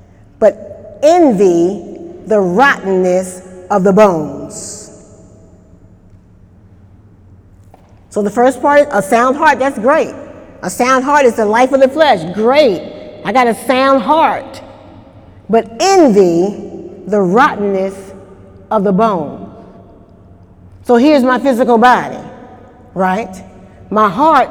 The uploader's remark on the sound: During Wednesday night service on October 3, 2018